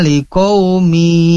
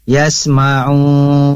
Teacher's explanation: liqaumi seolah-olah jadi dengung karena ditahan, dan memang itu harus seperti itu · Term: idgham biguna